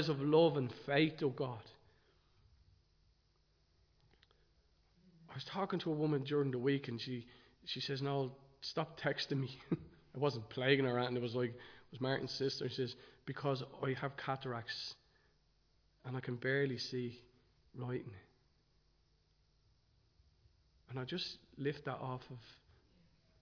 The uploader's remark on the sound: Recorded live in Liberty Church on 15 January 2023